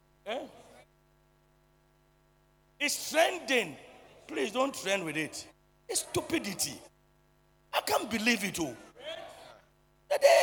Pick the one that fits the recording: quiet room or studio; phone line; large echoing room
large echoing room